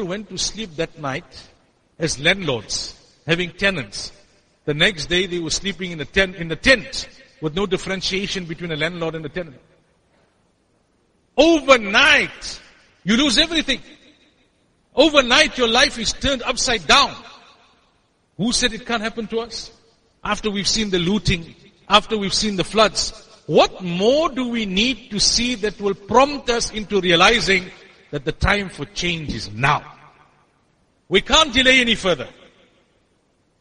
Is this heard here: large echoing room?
yes